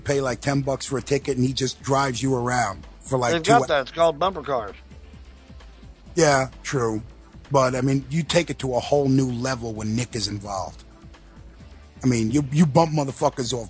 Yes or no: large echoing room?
no